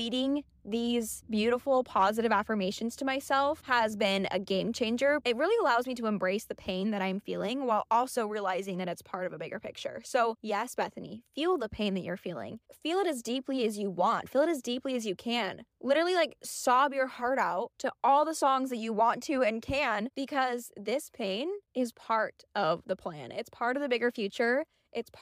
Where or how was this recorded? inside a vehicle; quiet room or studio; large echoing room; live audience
inside a vehicle